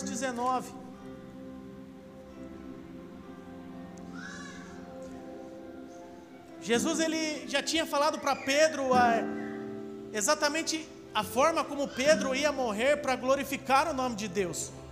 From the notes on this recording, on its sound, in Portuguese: Áudio do Culto de Domingo